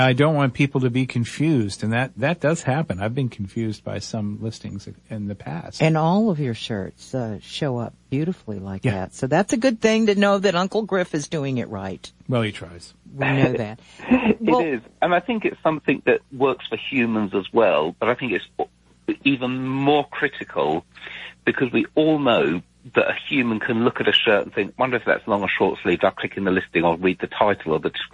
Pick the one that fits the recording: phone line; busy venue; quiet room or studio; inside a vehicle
phone line